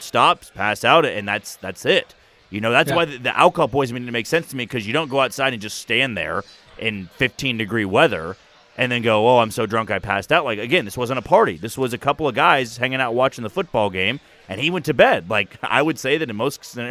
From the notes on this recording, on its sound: comes to you live from Twin Peaks